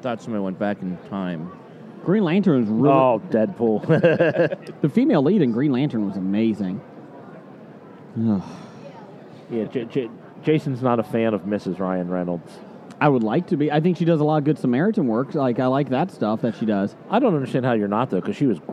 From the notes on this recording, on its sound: It’s day three of recording at the Cincinnati Comic Expo